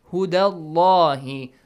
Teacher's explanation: The lam and the word Allah has to be heavily pronounced. Why? Because فوات there is the previous letter has a فتحة sound فتحة or ضمة sound the lam and the word Allah or Allahumma will be pronounced heavily.